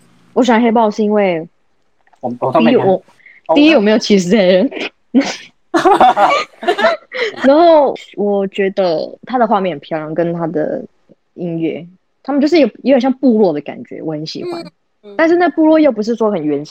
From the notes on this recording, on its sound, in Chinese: 這集我們第一次用了遠端錄音。所以沒有調整好每個人的音量大小。